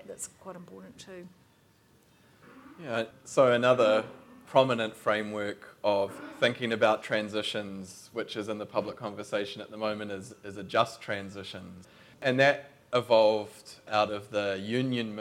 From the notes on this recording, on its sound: This podcast is an edited recording of a kōrero between two contributors to the book. At the book’s Auckland book launch in July.